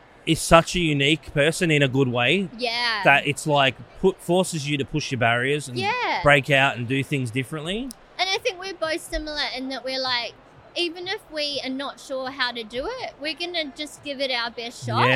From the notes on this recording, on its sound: filming live on location at Brickvention 2023